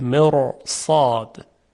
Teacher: به خاطر همجواری با صاد که صاد حرف درشتی است، حرف را هم درشت تلفظ میشه و تفخیم میشه، مر صاد. یعنی هیچ وقت نمیگوین مر صاد، بلکه تفخیمش میکنن مر، حرف را درشت تلفظ میشه مر صاد.